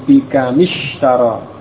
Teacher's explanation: Mim sukun itu diubah, ya, sukunnya menjadi kasrah, menjadi bikamishtara. · Term: bertemu dua sukun